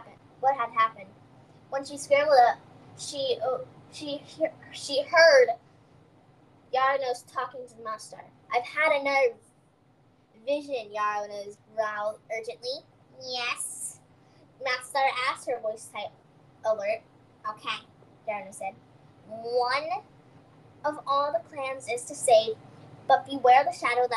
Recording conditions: poor sound quality